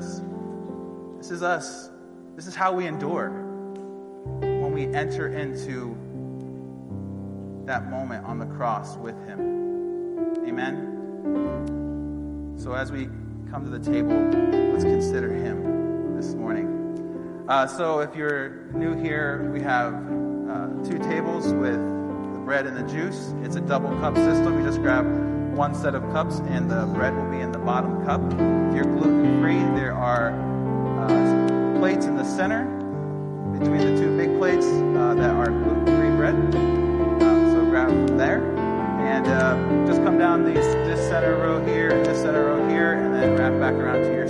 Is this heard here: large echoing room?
yes